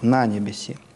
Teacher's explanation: В старообрядческой традиции вот так, «на небеси». На слоге «на» повышение, и потом все возвращается на основной тон.